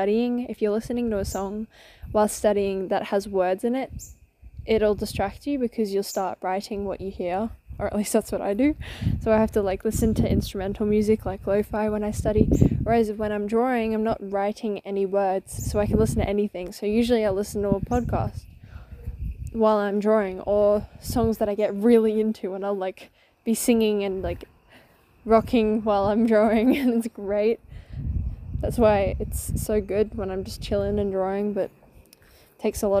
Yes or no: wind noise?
yes